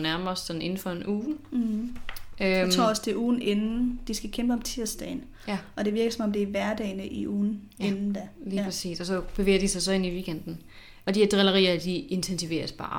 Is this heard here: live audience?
no